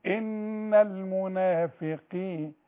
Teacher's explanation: تكون اقل تفخيم القاف المكسورة